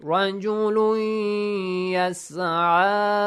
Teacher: you merge the sound of un with ya, changes to ya then رجولي yeah, that's yes.